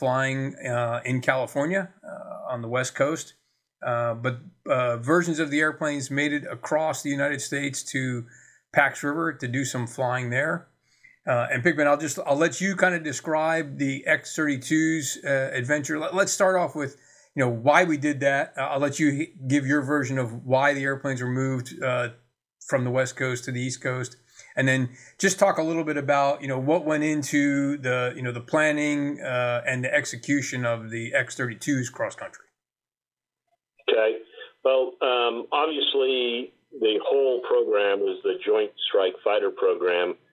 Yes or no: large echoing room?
no